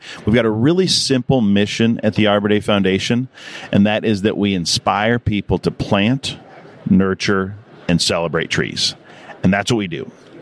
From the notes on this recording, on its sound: In this series, we set up a podcast booth in the Trees & Utilities Conference in #Pittsburgh, #Pennsylvania to talk with all the major players in the #VegetationManagement #industry.